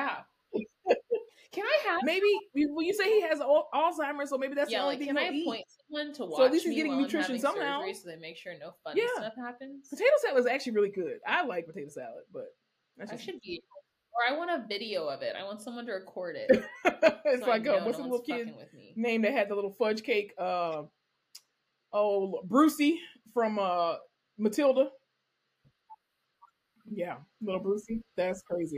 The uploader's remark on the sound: Please forgive any technical difficulties in this episode as we tried our absolute best to bring you quality audio and video.